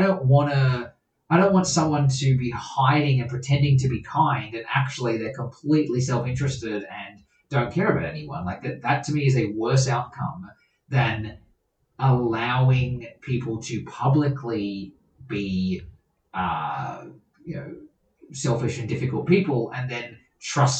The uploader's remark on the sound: P.S - Yes the audio this week is also bad. Only one more week of bad audio to go!